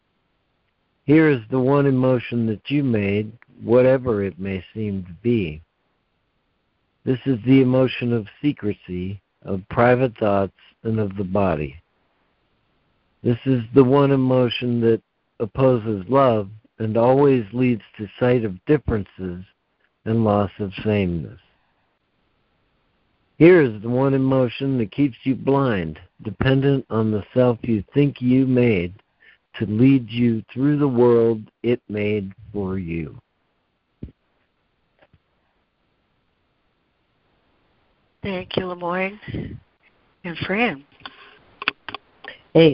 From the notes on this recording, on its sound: ACIM Daily Conference Call